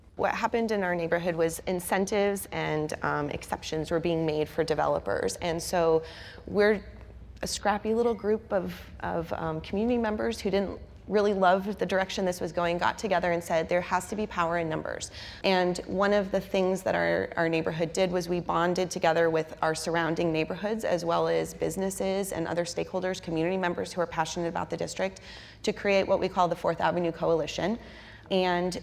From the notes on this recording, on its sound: a live community discussion